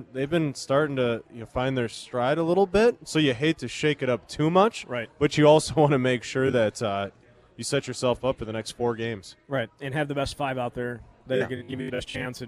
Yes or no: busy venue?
yes